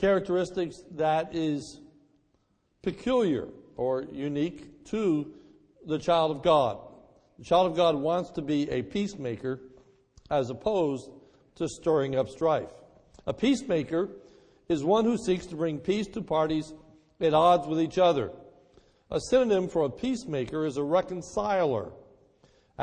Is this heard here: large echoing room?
yes